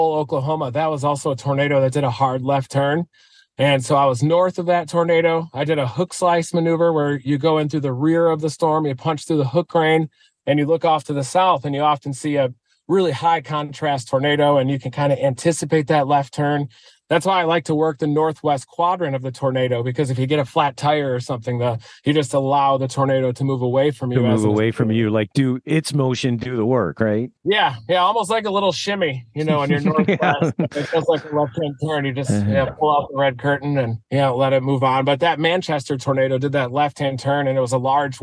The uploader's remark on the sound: live from the road